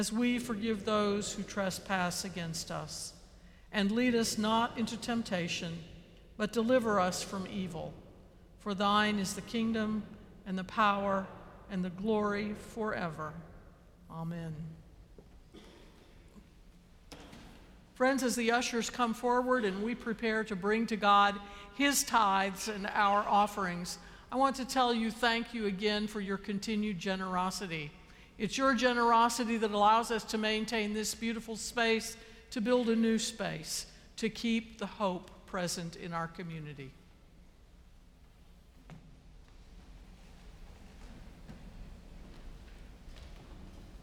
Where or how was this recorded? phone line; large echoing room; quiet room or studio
large echoing room